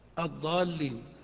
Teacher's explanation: اللغة الضالين لا يجب أن تمد، وإنما يجب أن تحقق الحروف، أن تنطق بالألف ممدودة وأن تنطق باللام مشددة الضالين، لكن أن تمد لا، ليس واجبا إلا على أحكام التجويد